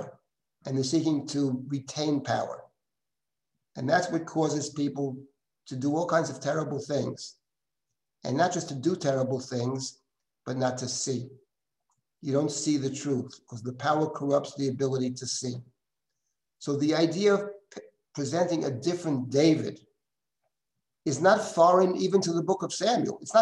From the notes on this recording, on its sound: This audio was originally captured from Zoom